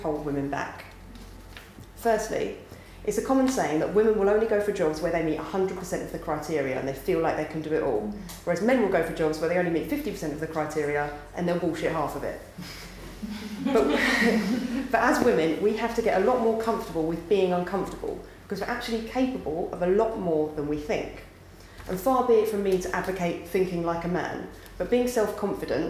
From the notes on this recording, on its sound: Recorded live at the 9% Event in Brighton.